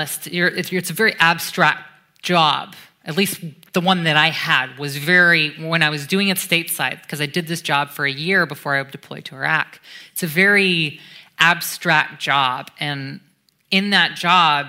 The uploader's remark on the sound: This was recorded at the Royal Institution on Monday 1 October 2018.